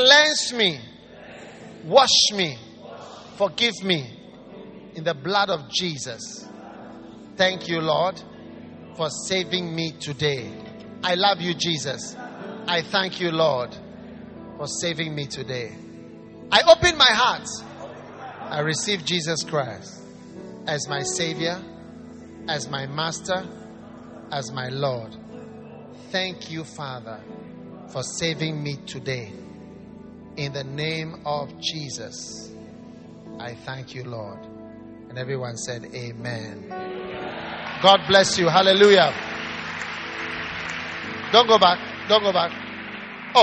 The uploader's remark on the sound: Preached at the Wisdom Impartation Service, LCI Lily of the Valley Cathedral, Teshie.